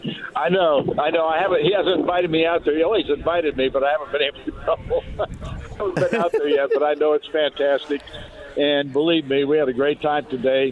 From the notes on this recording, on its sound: Live From Mystic Waters. Mystic Waters Campground, the location of today's remote broadcast!